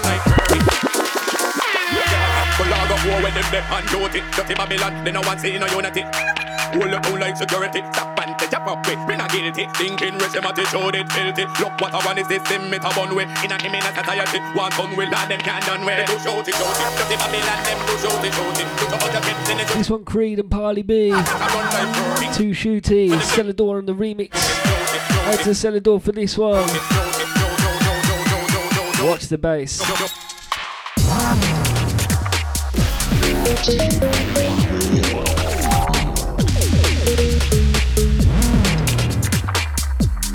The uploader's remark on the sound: Recorded live from catch